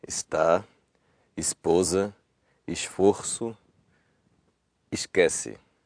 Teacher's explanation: if that S at the end of a syllable is before a voiceless consonant, it'll stay voiceless